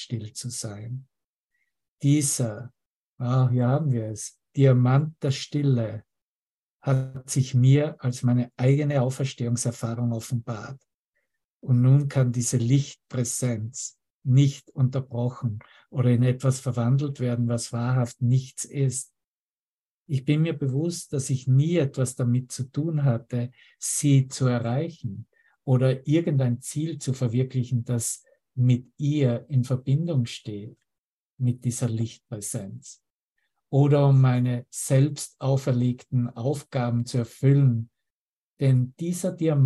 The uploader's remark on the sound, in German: Zoom-Session. Veranstaltet von der Aleph Akademie.